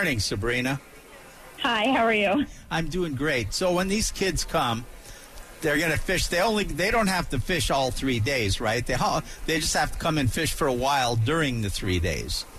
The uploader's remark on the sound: live from the AMP Expo